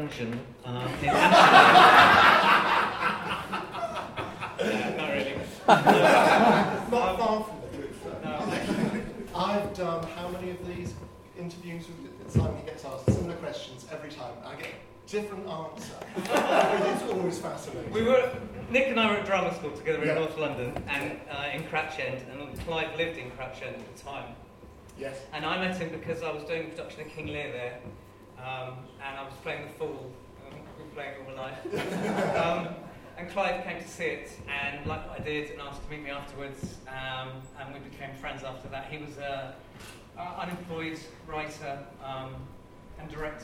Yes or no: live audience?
yes